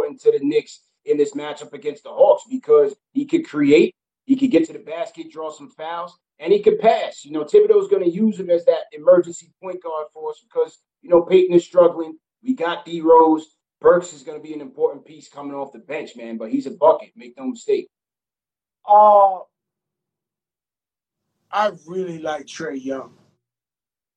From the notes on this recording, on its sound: on IG Live